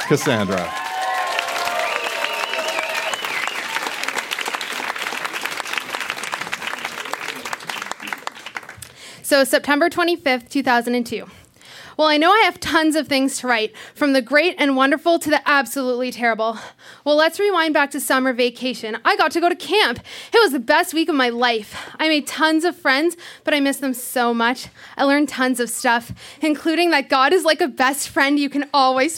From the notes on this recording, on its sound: Recorded live at Yuk Yuk's in Ottawa.